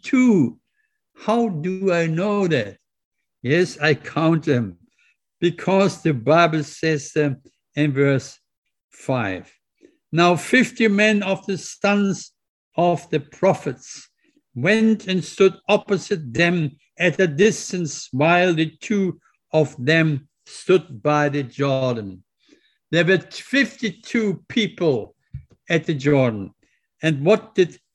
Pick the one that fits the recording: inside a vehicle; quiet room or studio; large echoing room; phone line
large echoing room